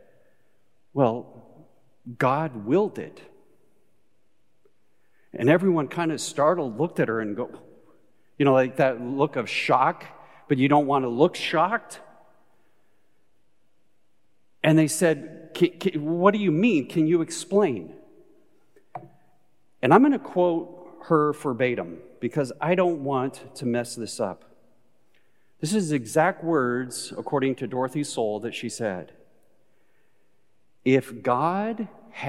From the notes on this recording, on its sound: Recorded live at Beatitudes Church in Phoenix, AZ